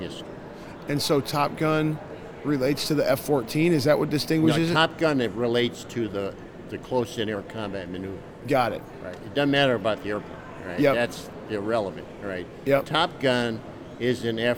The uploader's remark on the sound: LIVE from CPE 2022!